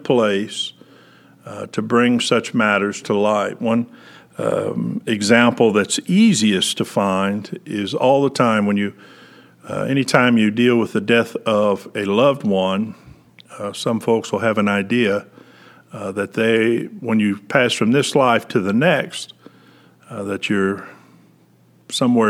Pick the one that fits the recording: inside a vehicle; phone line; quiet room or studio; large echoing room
large echoing room